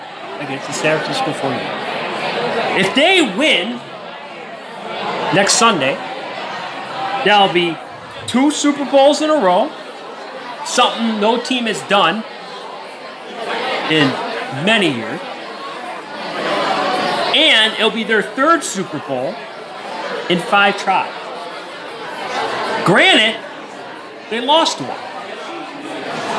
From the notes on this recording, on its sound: Live at The Superbowl